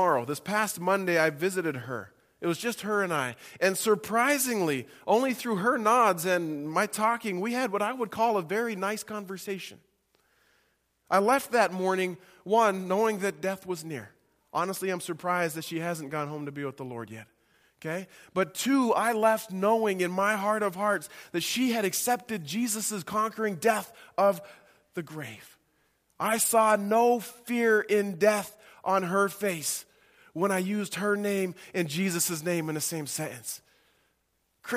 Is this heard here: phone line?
no